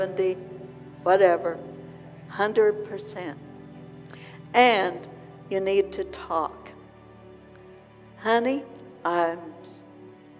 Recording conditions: large echoing room